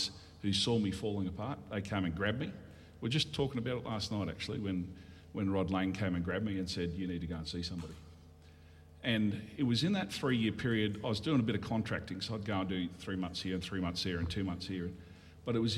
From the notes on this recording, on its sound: RUOK? Sunday LIVE at Beyond Church.